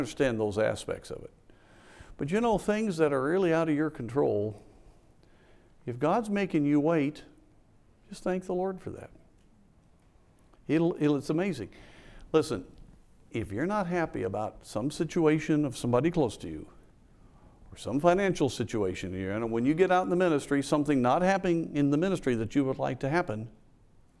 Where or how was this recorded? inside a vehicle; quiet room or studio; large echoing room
large echoing room